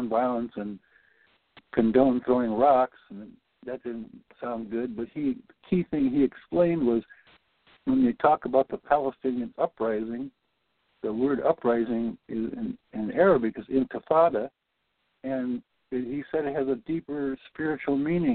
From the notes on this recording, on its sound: Report on the Global Peace Council Day8of8 via a recorded and auto-transcribed Conference Call patched into the podcast. The Conference Call will begin at 2:30pmEDT and continue for discussion after the 3-4pm podcast portion of the call is finished.